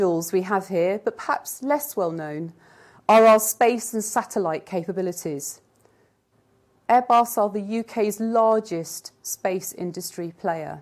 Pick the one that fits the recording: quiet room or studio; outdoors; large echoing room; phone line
large echoing room